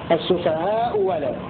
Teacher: فتبدل الثانية واو حالة وصل السفهاء بكلمة ألا